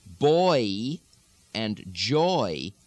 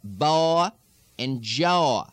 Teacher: a couple of diphthongs or double vowels, oi and I, become single vowels, aw and I, but they continue to have the lilt · Shown in: second take · For example, not boy and joy, but baw and jaw. · Term: lilt truncations of vowels